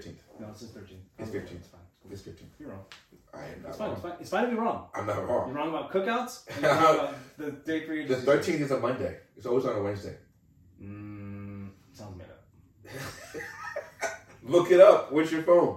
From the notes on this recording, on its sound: Technical Difficulties. Didn't record the audio on the interface.